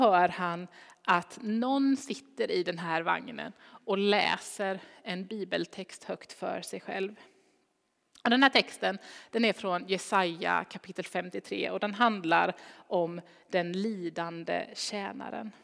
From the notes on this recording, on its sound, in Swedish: Inspelning från Immanuelskyrkan Skövde.